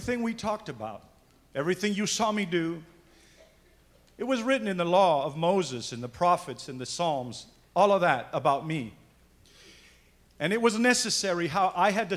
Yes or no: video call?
no